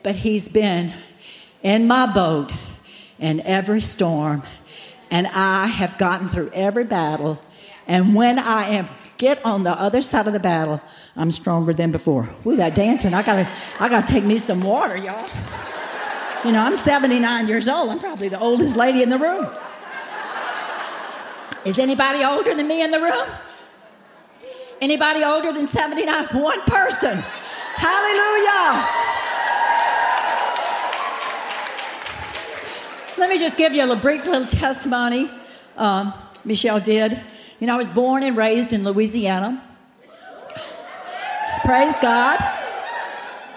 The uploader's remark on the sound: General Session, Flourish 2023